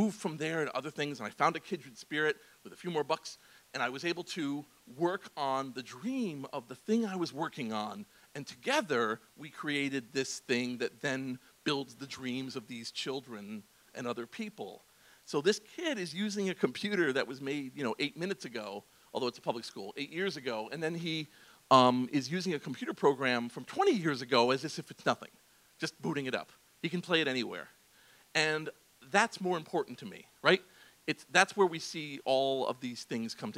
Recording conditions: live audience